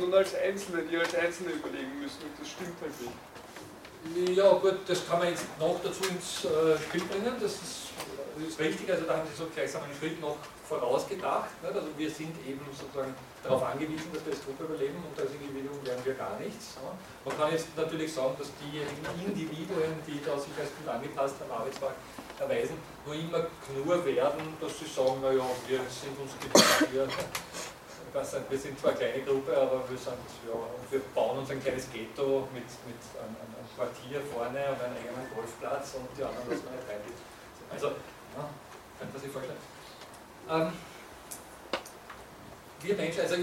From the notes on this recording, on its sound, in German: Diese Vorlesung wurde von Studierenden aufgenommen